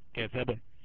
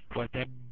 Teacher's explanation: كسب أقل شوية، فيها قلقلة بس أقل شوية من إيه؟ من وتب